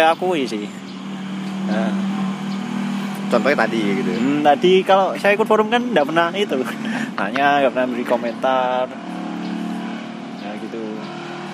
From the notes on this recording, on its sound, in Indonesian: Episode direkam pada tanggal 13 Agustus 2019 di Taman Tirto Agung